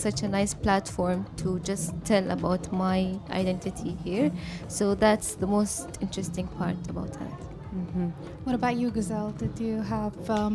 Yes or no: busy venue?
yes